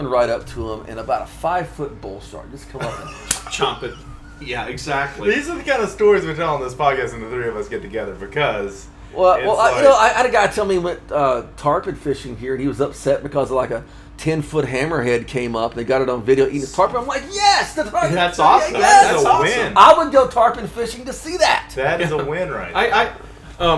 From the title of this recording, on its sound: Live from the ICAST Fishing Show 2019 in Orlando, FL